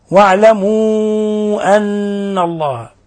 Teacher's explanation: المد هنا مد منفصل، مد منفصل من 4 إلى 5 حركات، والنون مشددة فنعطيها غنة مقدار حركتين.